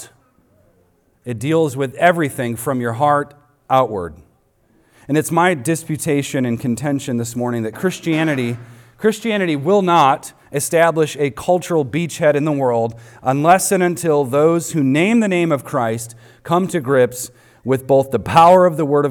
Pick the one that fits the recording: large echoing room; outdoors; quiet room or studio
large echoing room